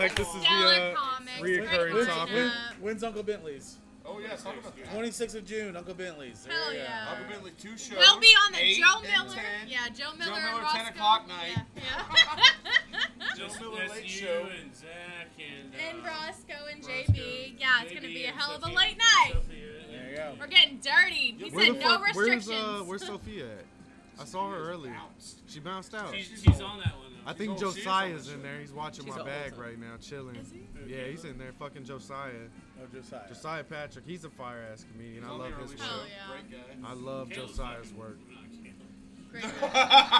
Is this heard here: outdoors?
yes